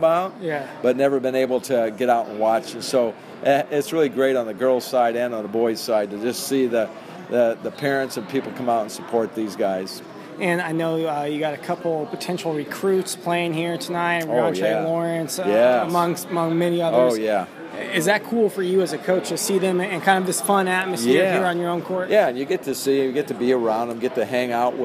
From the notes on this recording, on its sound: Live interviews with players participating in the 2015 McDonald's Michiana All-Star Game at Bethel College